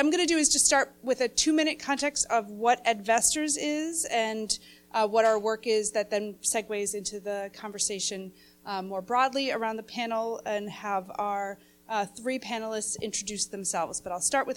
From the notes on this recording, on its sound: The following panel discussion took place during our Social Impact Connect conference night.